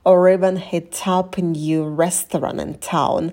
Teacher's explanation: В слове town добавляем придыхание на t.